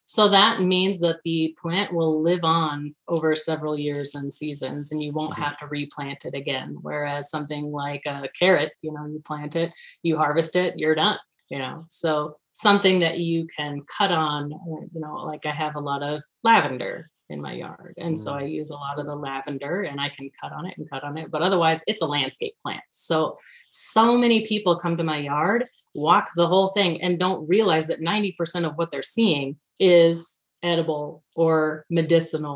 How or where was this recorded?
video call